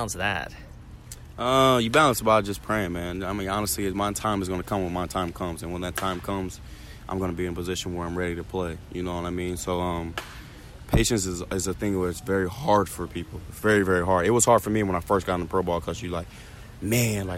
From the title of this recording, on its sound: Live From Spring Training